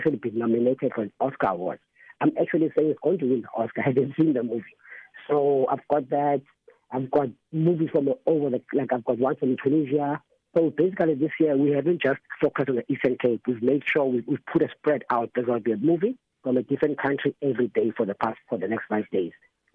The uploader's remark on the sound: This year’s installment of the festival will be virtual due to the Covid-19 pandemic. We’re joined on the line.